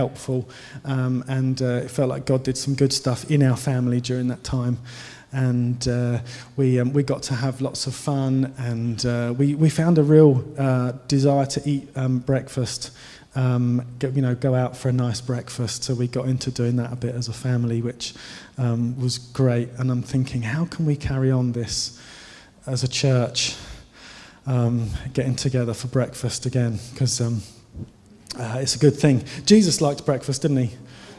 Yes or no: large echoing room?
yes